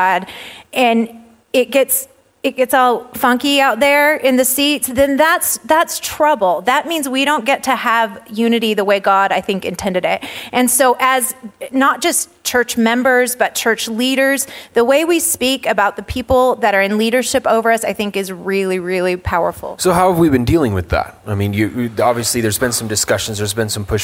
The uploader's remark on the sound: a live podcast recording with a panel of pastors